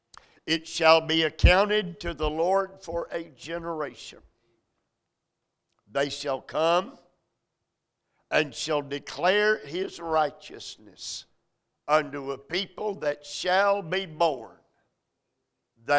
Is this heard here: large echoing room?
yes